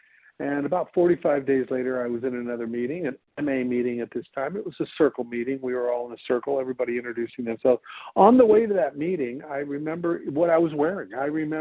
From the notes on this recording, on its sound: 100 Pounders Phone Meeting